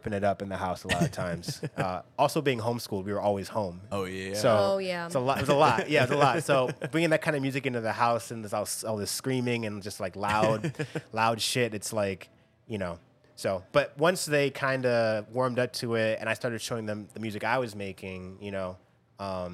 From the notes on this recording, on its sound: Live (kinda) at Cobra Lounge